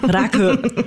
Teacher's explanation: weil das A so ein tiefer Vokal ist, wird das I zu einem Ö.